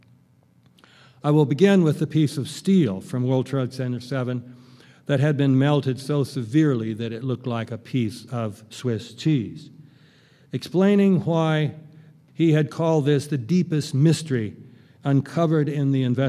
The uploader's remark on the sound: keynote address at the 5th Annual 9/11 Film Festival in Oakland, California